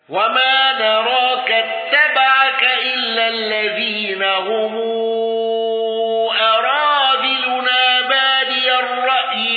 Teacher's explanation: أبو جعفر بإبدال الهمز وصلة ميم الجمع